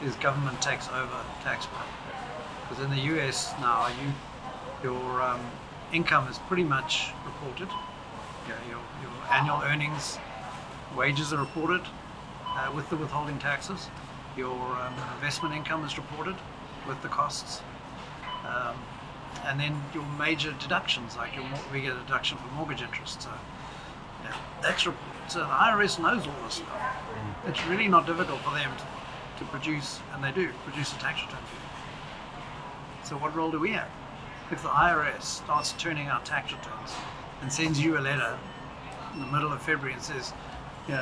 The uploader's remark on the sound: This was a live, in person interview, so apologies for the audio quality